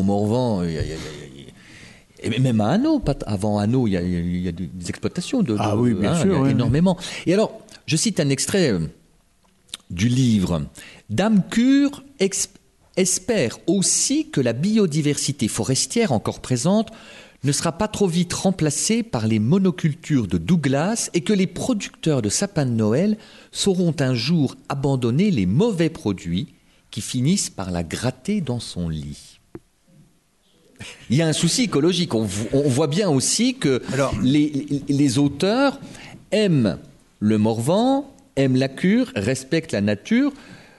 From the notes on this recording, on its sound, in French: Cette émission a été enregistrée en public à la Bibliothèque municipale de Semur-en-Auxois (Côte-d’Or). Lors du cinquième rendez-vous du Cercle des Auteurs Bourguignons.